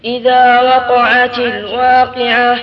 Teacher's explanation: القاف الأولى تفخيمها أكثر من الثانية لأن الأولى في أعلى المراتب